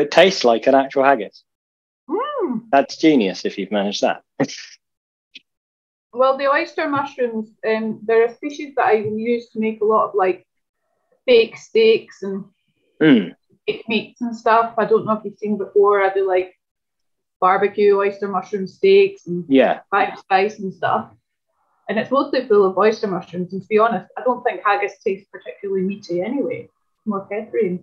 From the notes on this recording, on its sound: Zoom Meeting